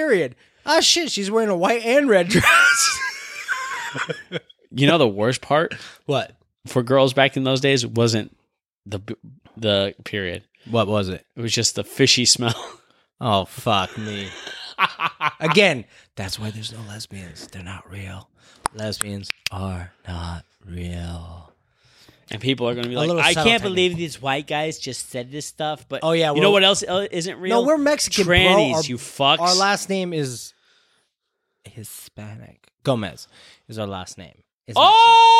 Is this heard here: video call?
no